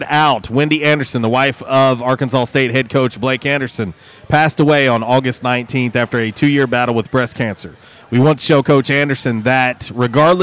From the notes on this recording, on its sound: LIVE from J’Town’s Grill!